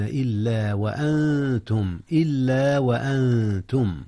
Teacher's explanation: أخفي النون قبل التاء إذ التاء من حروف الإخفاء.